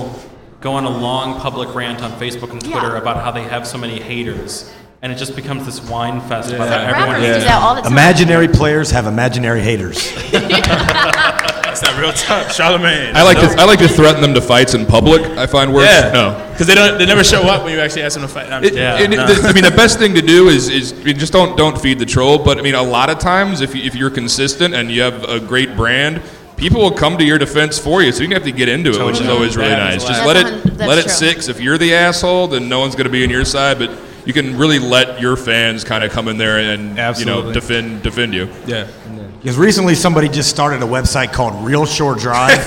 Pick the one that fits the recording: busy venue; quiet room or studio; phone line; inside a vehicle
busy venue